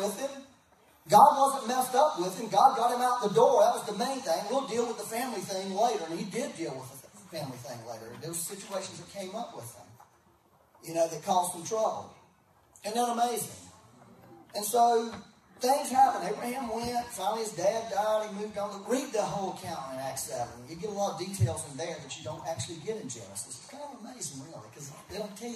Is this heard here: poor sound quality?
yes